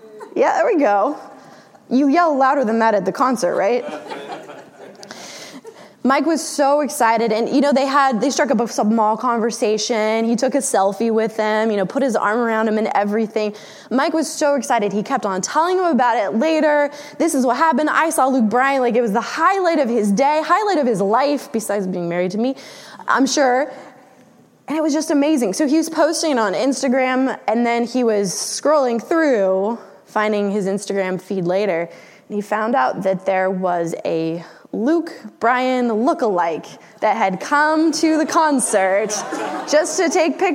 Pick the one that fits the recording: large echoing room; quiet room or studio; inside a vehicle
large echoing room